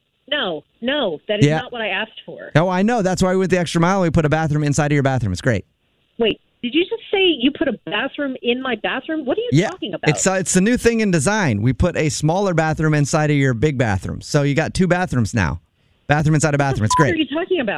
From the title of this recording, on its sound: Phone Prank